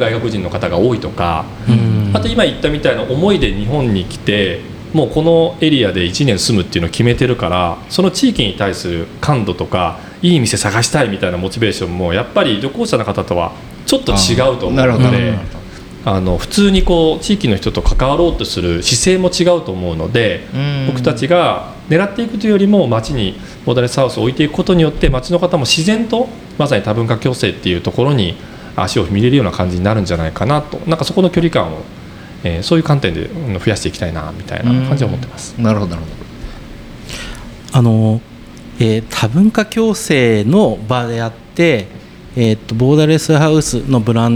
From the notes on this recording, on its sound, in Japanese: 浅草橋出張収録編。前回と同様、浅草橋（東京都台東区）にある国際交流シェアハウス『ボーダレスハウス浅草橋1』の1階のオープンカフェに御邪魔しました。後方でリスナーが飲み食いしながら聴いている公開収録型なので、少々ワイガヤが入っていますが。